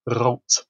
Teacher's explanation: if you want to be really Germanic about it, with a kind of rolled R